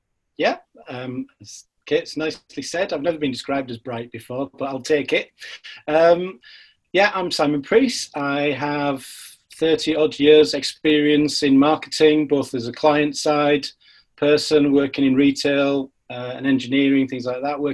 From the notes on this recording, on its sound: This podcast was recorded via Zoom.